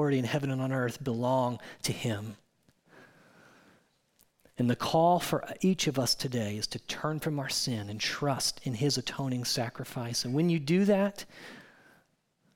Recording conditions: large echoing room